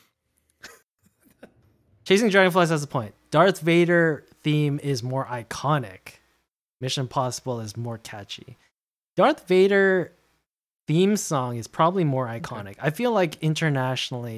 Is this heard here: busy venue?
no